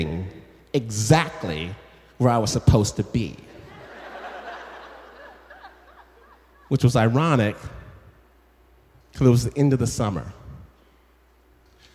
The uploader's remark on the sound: This story was performed at Snap LIVE in Los Angeles and was presented by KPCC.